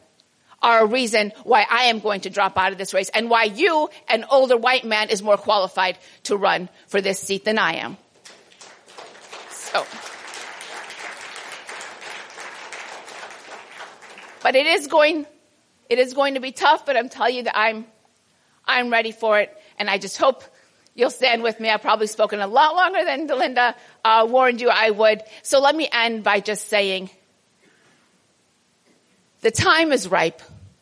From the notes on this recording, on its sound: A presentation made at the 2022 Transcending the Israel lobby at Home & Abroad conference held on March 4 at the National Press Club.